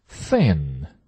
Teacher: N 的时候是舌尖前面舔起来